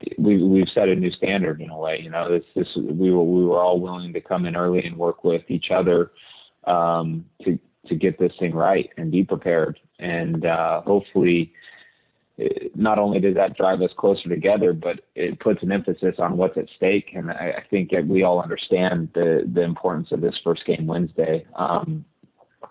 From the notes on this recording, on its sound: Your calls are the reason this show is so great and we're glad we could get so many of you on the phone.